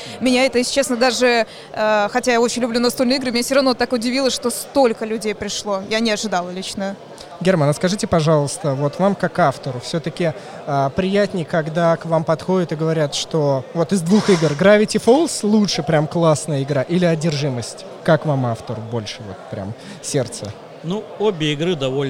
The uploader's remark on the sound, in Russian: Игрокон 2019. Фестиваль раскинулся в новом месте — павильоне в парке Сокольники. Записали выпуск подкаста с места событий.